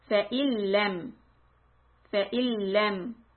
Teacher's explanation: So here we ignore the noon. We catch the lam.